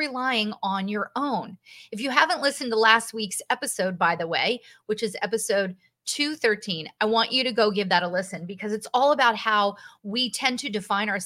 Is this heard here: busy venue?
no